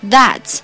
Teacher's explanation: that 要把 a 发充分，把嘴巴张大